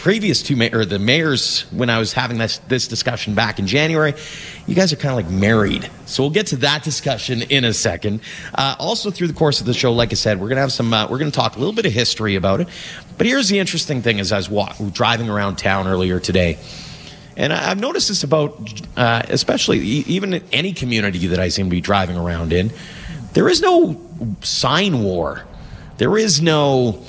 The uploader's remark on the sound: Join the show as we take you to Turner Valley and Black Diamond, live from the Eau Claire Distillery.